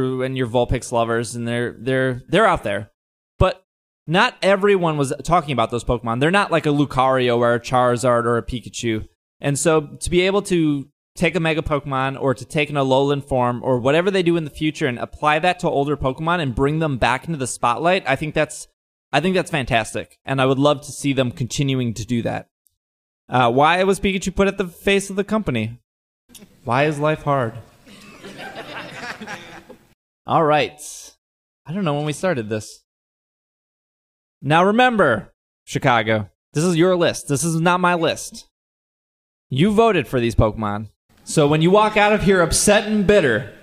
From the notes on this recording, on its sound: Live Show Recorded live at C2E2 2017. You hear a lot of "nopes", but they are kept. This has been cut down from fully live version!